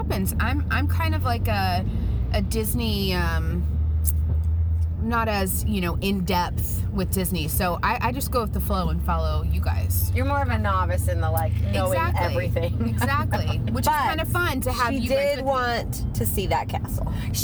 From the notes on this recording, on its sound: LITERALLY in the car heading to Disney World.